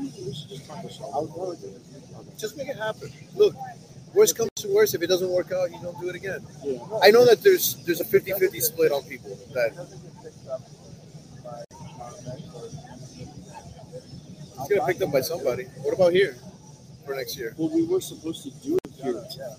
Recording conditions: background noise